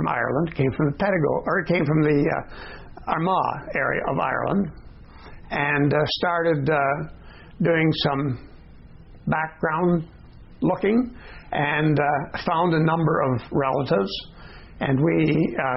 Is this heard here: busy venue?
no